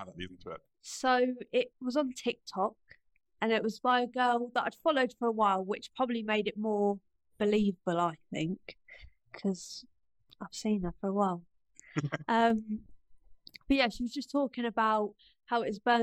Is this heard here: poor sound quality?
yes